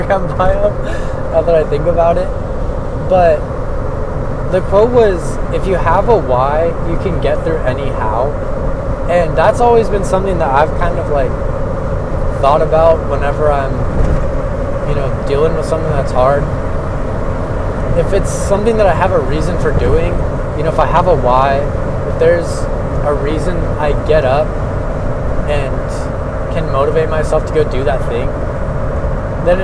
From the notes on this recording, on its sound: I recorded as I drove home from work